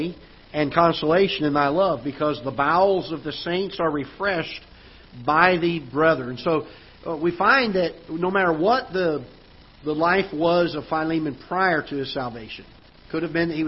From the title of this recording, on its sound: Ketha Heights Baptist Church ~ Live Broadcast